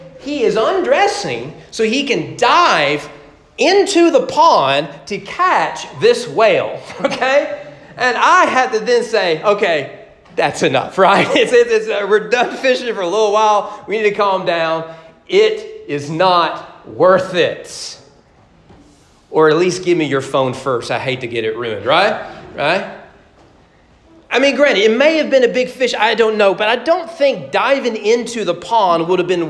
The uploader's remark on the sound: Sermon preached at Greenup Fork Baptist Church on April 25, 2022 during morning worship as part of their 200 anniversary celebration.